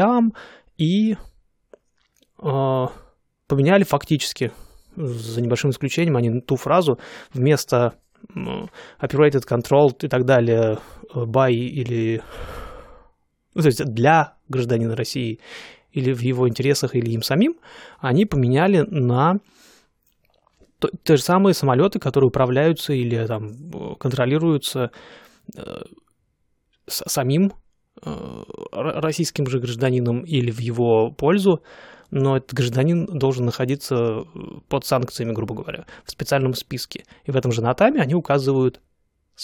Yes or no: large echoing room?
no